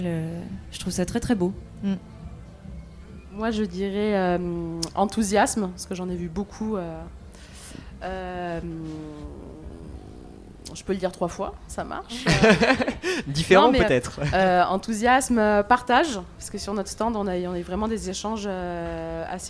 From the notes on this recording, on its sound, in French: Nouveau Festival 2023. Delta Fm est allée au Nouveau Festival à Cenon (33) pour donner la parole aux lycéens porteurs de projets, venus présenter leur travail.